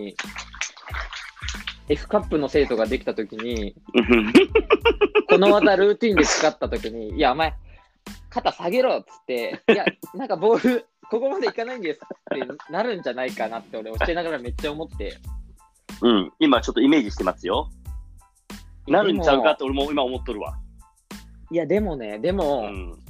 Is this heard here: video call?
yes